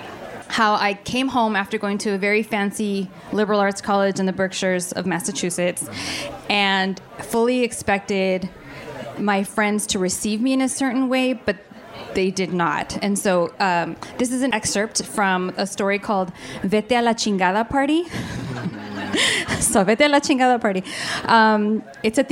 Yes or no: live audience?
yes